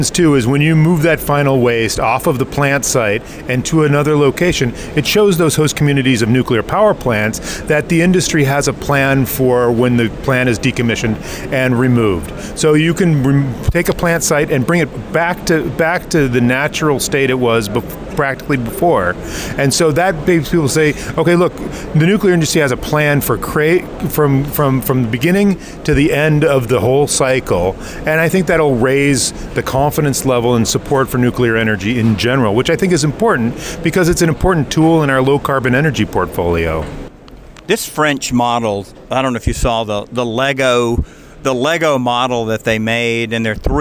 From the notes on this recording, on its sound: on the road at the World Nuclear Exhibition